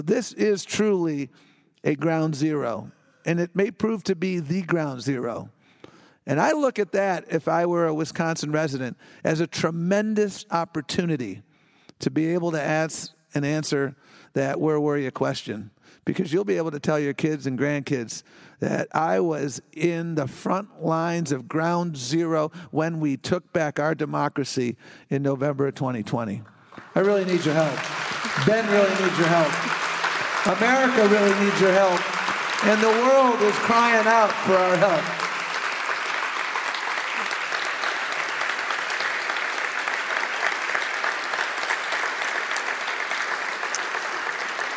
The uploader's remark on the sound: Live from Cap Times Idea Fest